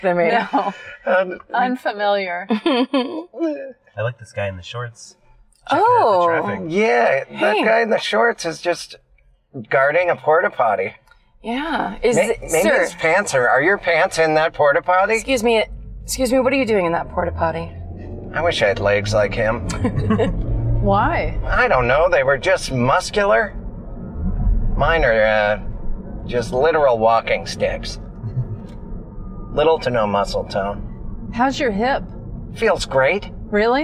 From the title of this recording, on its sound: In the Car